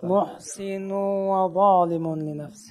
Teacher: النون يعني الضم الاولى بنلفظها، بس الضم الثاني ما بنلفظها، بننتقل للواو مباشره